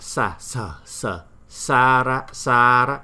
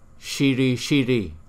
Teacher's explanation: sara sara là không có cong lưỡi chữ S